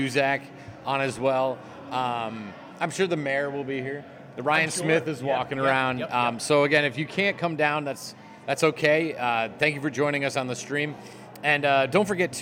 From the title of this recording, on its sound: SRG Live at White Lion Brewery